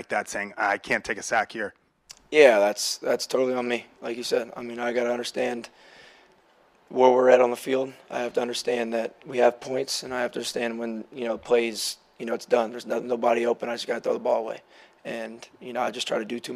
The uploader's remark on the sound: Addresses the media during his postgame press conference. At Gillette Stadium.